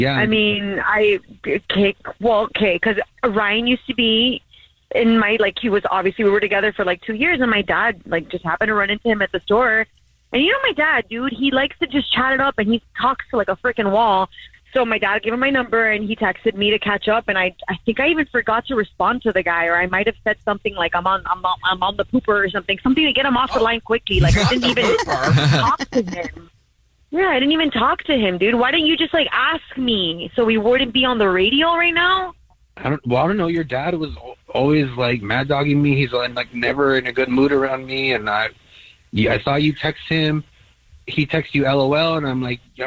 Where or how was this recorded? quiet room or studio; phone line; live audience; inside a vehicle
phone line